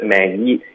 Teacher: maybe 后面我们要连发到 I，所以会导致一个很轻的耶音